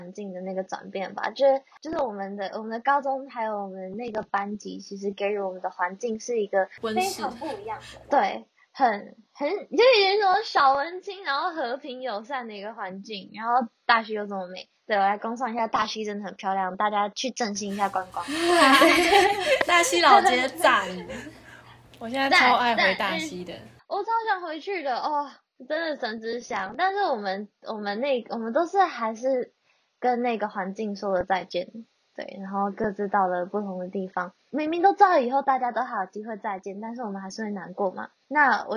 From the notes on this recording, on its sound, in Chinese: 與來賓在不同空間錄音，所以會有不同的背景音